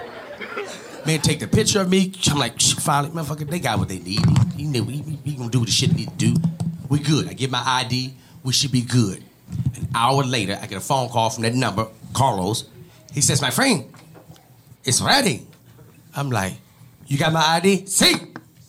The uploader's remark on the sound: LIVE in Dallas